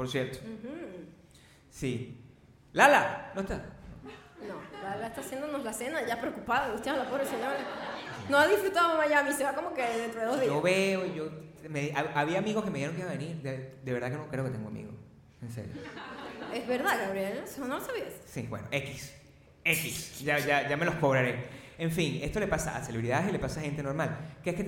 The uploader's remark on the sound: Live in Miami, 2019